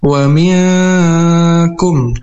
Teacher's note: ini ada nun mati bertemu huruf kaf. Nah, ini hukumnya ikhfa hakiki, dibaca samar dan berdengung dua harakat